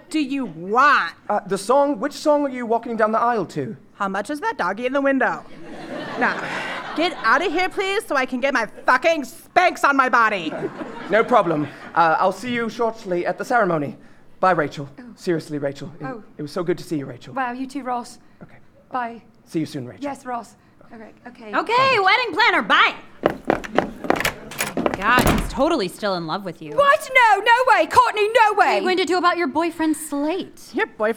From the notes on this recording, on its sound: Recorded on May 30th, 2017 in The Underground theater in Duluth.